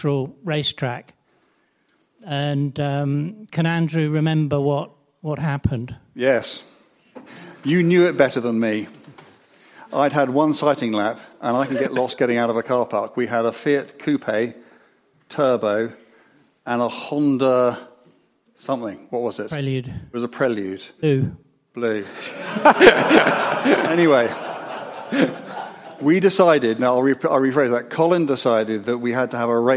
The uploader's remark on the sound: Live from Henry's Car Barn. Questions from the live podcast audience.